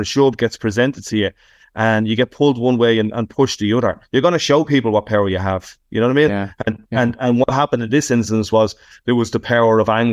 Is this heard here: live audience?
no